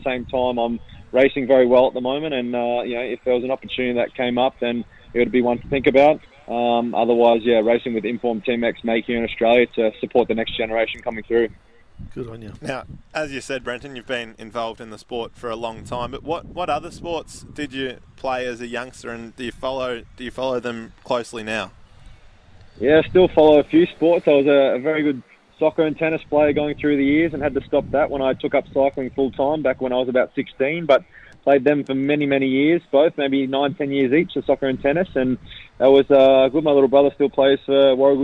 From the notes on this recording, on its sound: called in to Saturdays in Gippsland